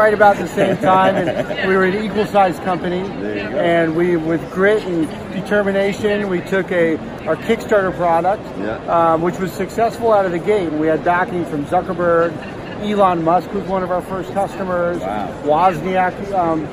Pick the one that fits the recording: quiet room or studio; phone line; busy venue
busy venue